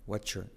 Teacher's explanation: Y fíjate que la R de your decae